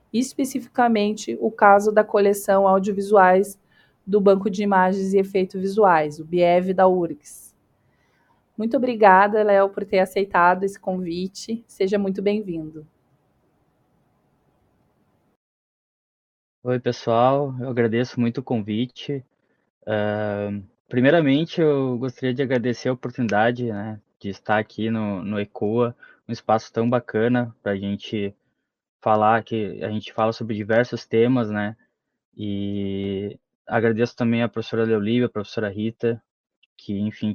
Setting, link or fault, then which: link, video call